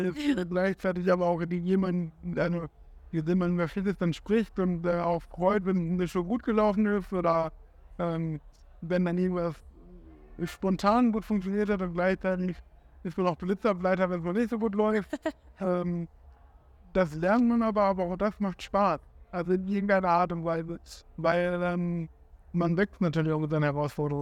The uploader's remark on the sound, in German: Live vom Parookaville